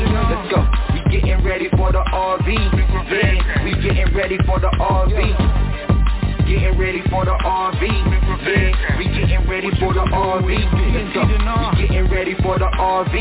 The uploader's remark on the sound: TNTSuperfantastic Conference Call